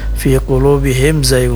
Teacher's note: Izhar tadi artinya jelas, nampak. Maksudnya mim sukunnya itu harus jelas bunyinya, tidak boleh dipanjangkan. · Term: izhar syafawi